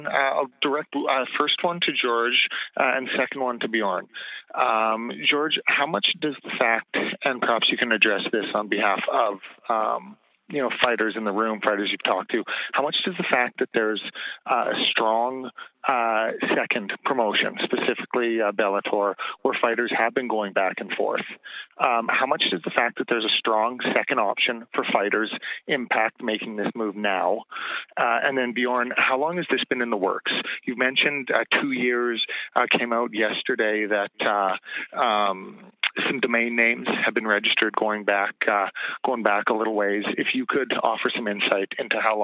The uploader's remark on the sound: The full audio of the conference call unveiling the Mixed Martial Arts Athletes Association.